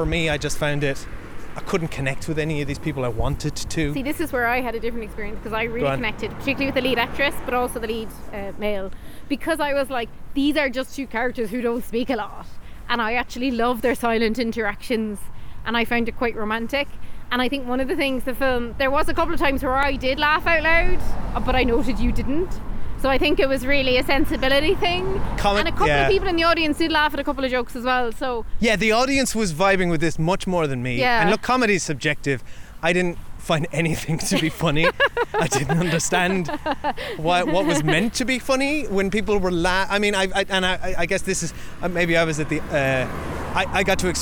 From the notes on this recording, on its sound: We take a non-spoiler walk to chat about all the movies we saw at the 68th Cork International Film Festival.